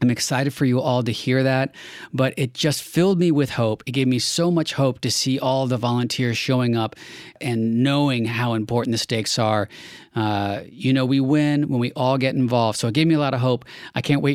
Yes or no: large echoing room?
no